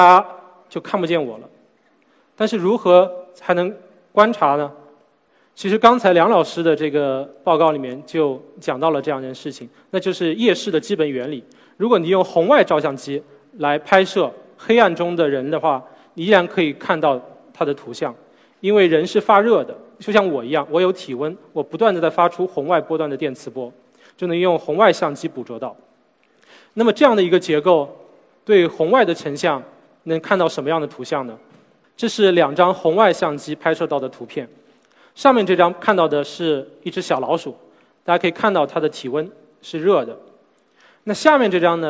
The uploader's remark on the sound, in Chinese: SELF格致论道讲坛。在 SELF 讲坛的舞台上。